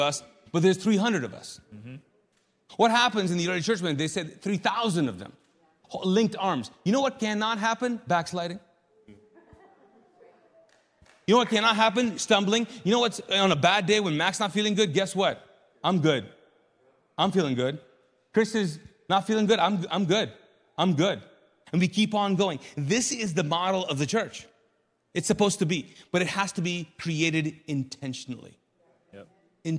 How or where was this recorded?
large echoing room